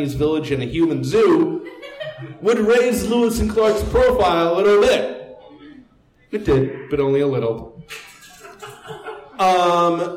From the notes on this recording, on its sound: This live event was part of Stumptown Stories. 56 Live at the Jack London. This live event was part of Stumptown Stories, a monthly lecture series that focuses on Portland and Oregon history.